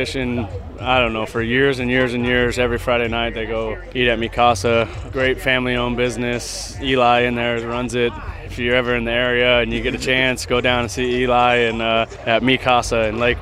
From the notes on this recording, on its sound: recorded at the 2015 Dodger home opener